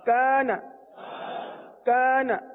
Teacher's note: اس الف کو جو کہ کا کے ساتھ ہے، کاف الف زبر کا، اس الف کو باریک پڑھیں گے. وجہ یہ کہ الف سے پہلے والا حرف کاف باریک ہے، اس لیے الف کو بھی باریک پڑھیں گے.